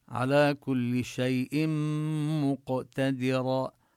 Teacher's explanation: نبين غنة الميم ونقلقل القاف من مقتدرا